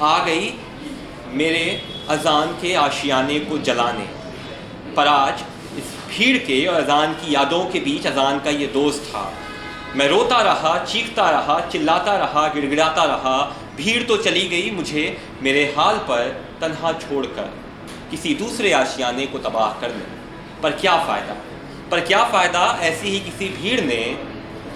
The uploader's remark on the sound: An episode from our HBB Delhi Storytelling Open Mic Edition.